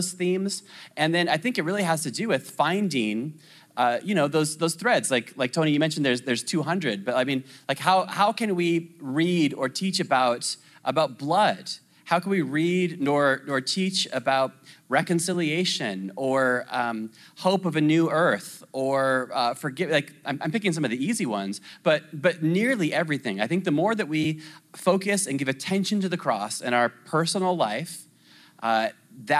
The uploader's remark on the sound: This message and panel discussion is from the 2022 CGN Pastors and Leaders Conference, held in the serene backdrop of Costa Mesa, California